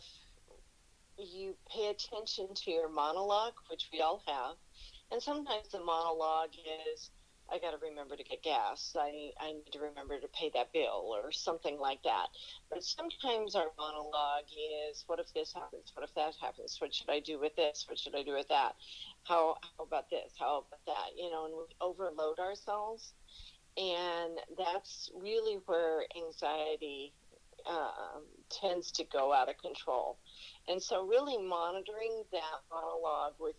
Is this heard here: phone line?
yes